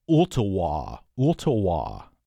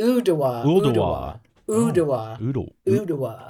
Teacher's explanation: It's Oodawa. It's like, so the T becomes more like a D · Shown in: second take